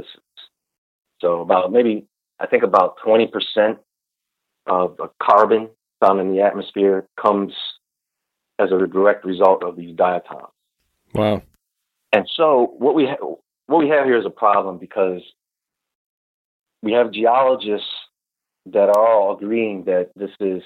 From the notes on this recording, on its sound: call into a live radio show